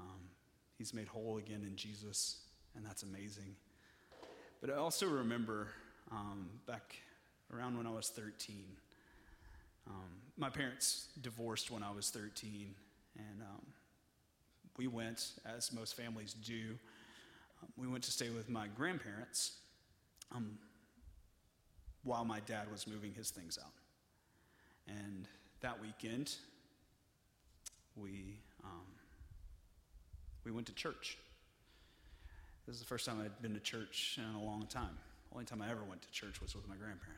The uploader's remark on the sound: (Message Audio Only) During our Nexus service.